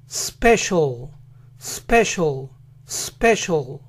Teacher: Esa comilla está indicando que en esa sílaba, que en este caso es la primera, se hace la acentuación